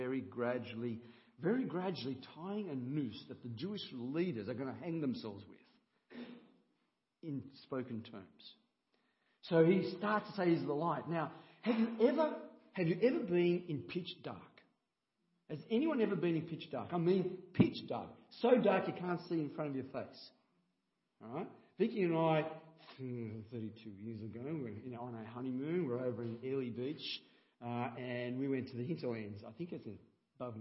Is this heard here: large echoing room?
yes